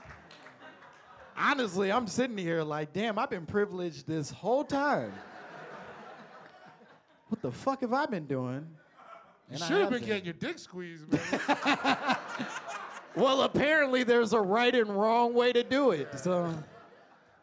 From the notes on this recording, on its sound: LIVE at The Elysian Theater! FIRST live show of the pod at The Elysian Theater in Los Angeles.